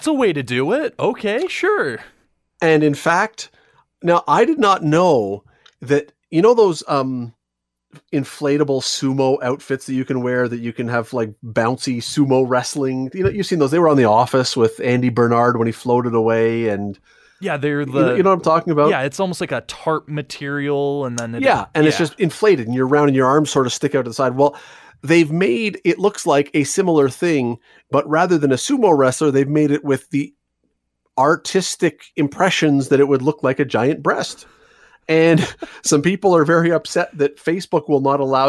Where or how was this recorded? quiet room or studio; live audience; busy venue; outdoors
quiet room or studio